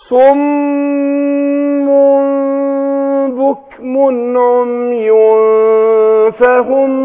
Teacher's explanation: هينطقوا بايه مع الغنه حركتين لكن ايه الفرق بين الميمين ان الميم الاولى هتخرج بانطباق الشفتين والميم الثانيه هتخرج بانفتاح يسير